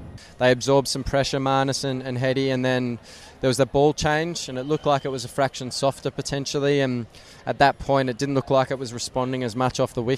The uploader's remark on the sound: The boys were on location at Harbour Town this morning